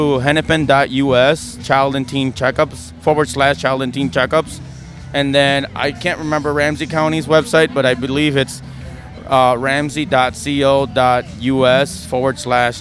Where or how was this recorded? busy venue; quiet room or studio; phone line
busy venue